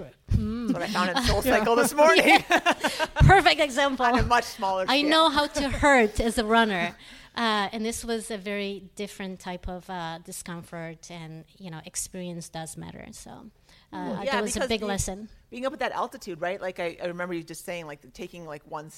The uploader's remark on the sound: Live at GU HQ. Recorded live in front of audience from the headquarters of GU Energy Labs in Berkeley, California.